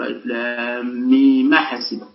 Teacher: إذا ننقل حركة أ إلى الميم قبلها فنقول ألف لام ميم أحسب وذهبت الناس. · Term: النقل